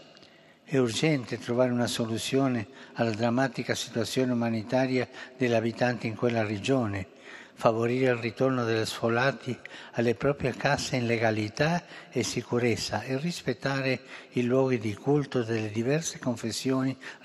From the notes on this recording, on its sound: FROM THE HALL OF BENEDICTIONS. AUDIENCE TO THE MEMBERS OF THE DIPLOMATIC CORPS ACCREDITED TO THE HOLY SEE.